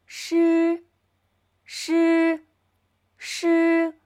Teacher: 声母诗发音的时候，舌尖微微上翘，轻轻去靠近硬腭的前端，慢慢发诗的音。